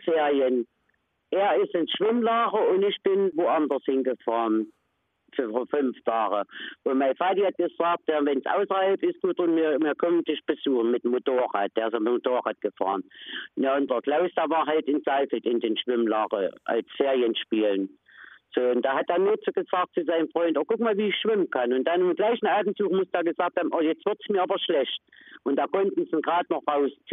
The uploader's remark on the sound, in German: Porträt per Telefon